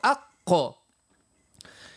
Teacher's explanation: قلنا الموضع أقصى اللسان وفيه مخرجان لحرفين اللي هما القاف، وتخرج ما بين أقصى اللسان يعني أي أبعده وأقربه من الحلق، وما يحاذيه من الحنك الأعلى من المنطقة الرخوة، يعني المنطقة القريبة من اللهاه، وهي أعلى نقطة في اللسان من الخلف، نقول أق.